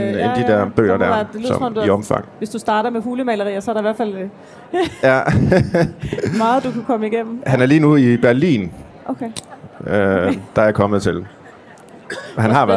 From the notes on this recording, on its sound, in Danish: Live fra Bogforum 2018. Dette afsnit er optaget live fra Bogklubbens scenen på Bogforum 2018.